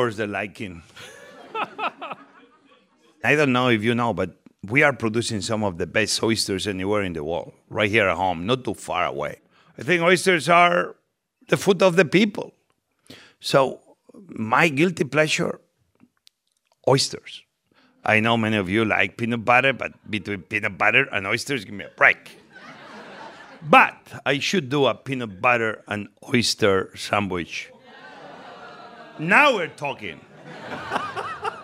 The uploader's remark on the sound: a live taping of What's Good